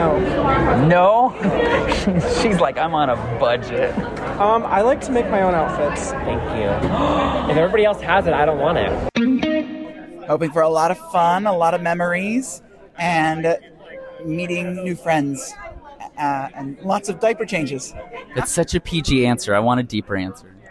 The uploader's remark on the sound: goes live from CAPCON 2024 on the first day to ask people